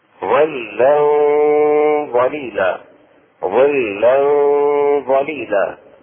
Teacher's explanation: الشاهد هنا ظلا ظليلا ظلا ظليلا، إخفاء التنوين، التنوين قلنا فتحتين كسرتين ضمتين، ظلا ظليلا مع الغنة. اخفاؤه مع الغنة